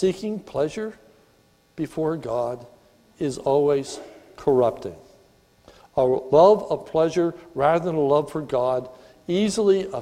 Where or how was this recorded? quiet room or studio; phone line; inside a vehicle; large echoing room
large echoing room